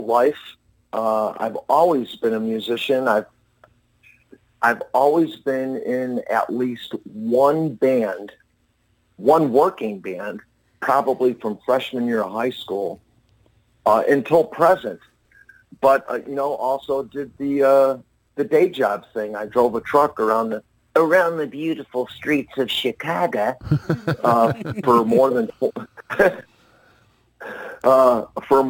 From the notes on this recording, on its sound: called in from Drain, Oregon